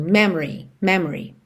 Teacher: E a sílaba tônica é a primeira. Me. Então, depois já vai tudo diminuindo. Memory. Memory.